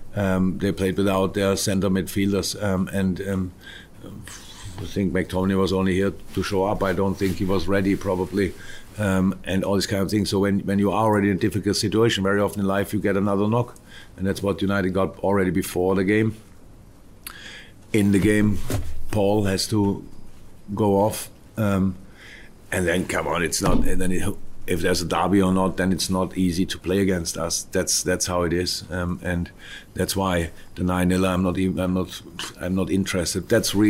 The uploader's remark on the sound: Post-Match Press Conference.